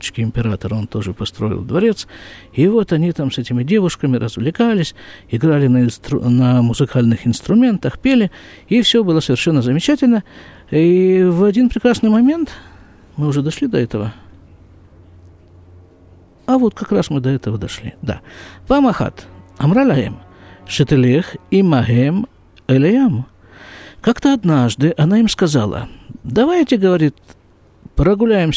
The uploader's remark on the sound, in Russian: Запись из сукки.